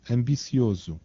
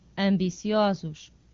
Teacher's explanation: changed their stressed close o to an open o